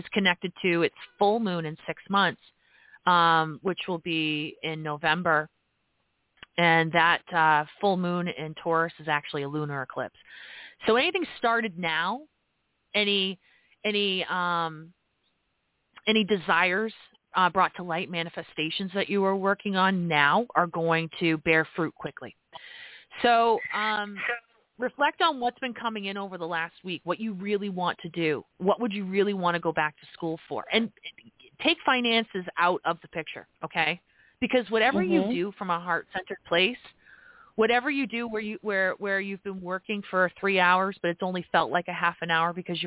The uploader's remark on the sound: This live program leaves room for callers to ask astrological questions and have their chart read.